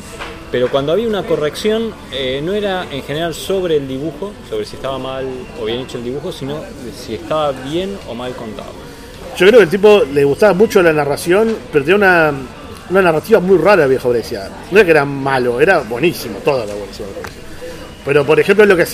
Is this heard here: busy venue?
yes